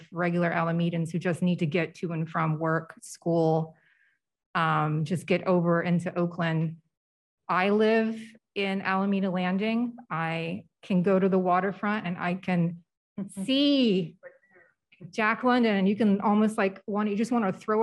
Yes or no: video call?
yes